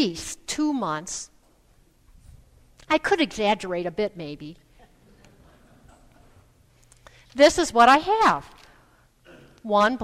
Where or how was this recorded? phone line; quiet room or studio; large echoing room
large echoing room